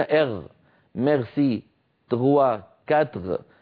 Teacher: يقلبون الراء غينا، عادة نطقية · Term: قلب الراء غينا